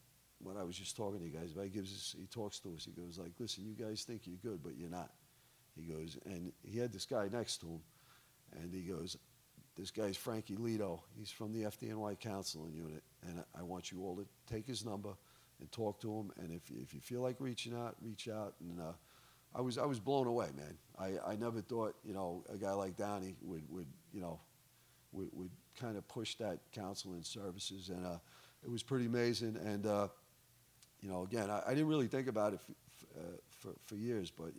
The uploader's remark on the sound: The recording you'll hear in this episode took place at our National Leadership and Performance Summit in Annapolis, Maryland, in April 2023.